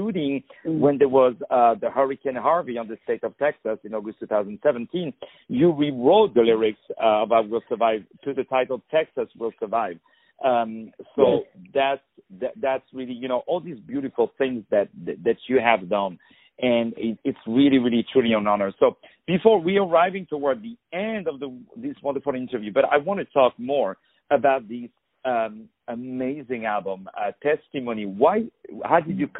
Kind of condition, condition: link, phone line